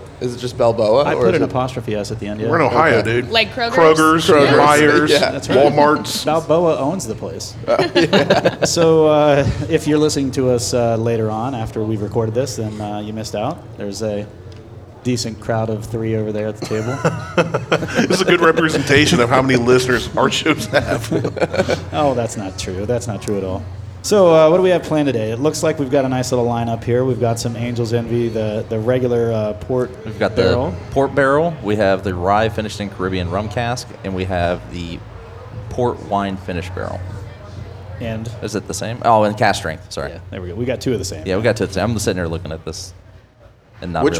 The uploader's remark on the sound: We were lucky enough to be invited on location at Balboa’s in Grandview.